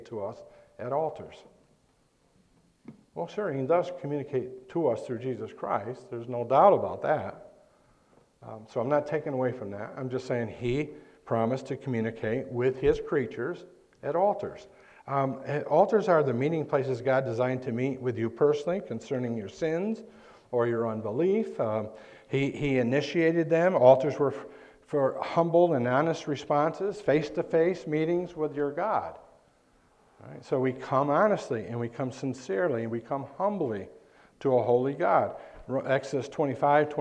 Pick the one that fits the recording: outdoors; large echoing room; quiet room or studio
large echoing room